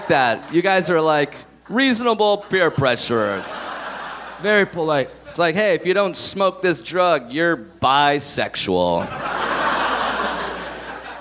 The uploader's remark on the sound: Live from Montreal!